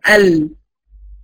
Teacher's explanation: الحافه الاماميه بتاعت لساني عند اللثه بتاعت الثنايا العليا عشان اجيب حرف ايه اللام